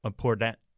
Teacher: The third thing I would say is the word important is really interesting because a lot of things can happen with that first T. It can flap